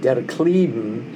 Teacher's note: after the B, the N is pronounced as an M. After B and P in Yiddish, the N is pronounced as an M. · in Klieben, the I is long, like an E